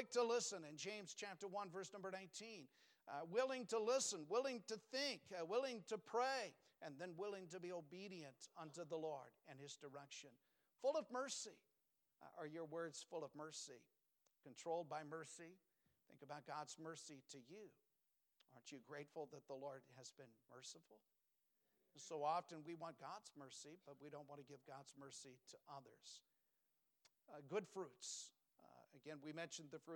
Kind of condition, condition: setting, large echoing room